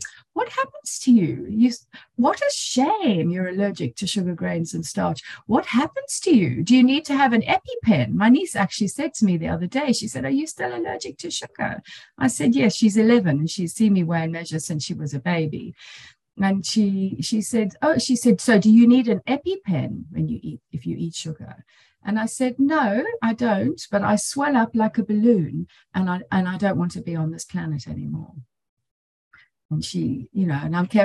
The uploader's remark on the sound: She spoke on the Sunlight of the Spirit Zoom meeting.